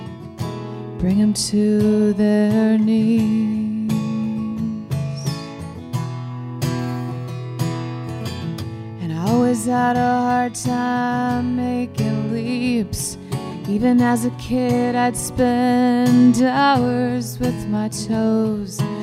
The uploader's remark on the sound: from the 2019 30A Songwriters Festival